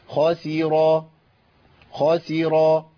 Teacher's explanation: خاسي، وجاي بعديها راء، يبقى السين لما وقعت بين مفخمين كان من الصعب ترقيقها